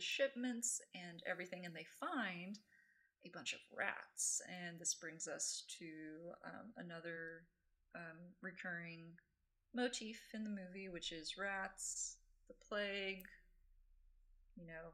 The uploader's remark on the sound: We had some tech problems with our session this week, so there are some audio issues we'd like to apologize for.